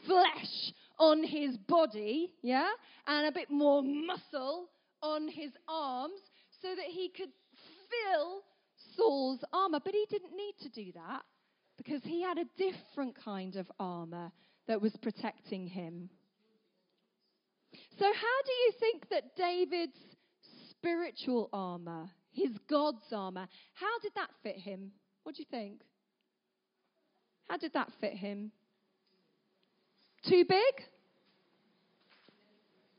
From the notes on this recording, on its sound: At our 3t family gathering